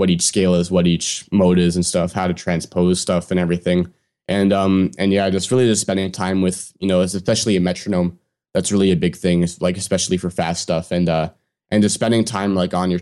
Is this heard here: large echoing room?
no